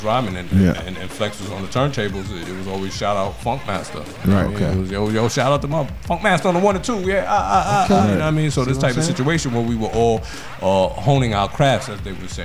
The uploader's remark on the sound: We bring it to you live from FAIRLEIGH DICKINSON UNIVERSITY. SHOW getting shout outs in the crowd of party people.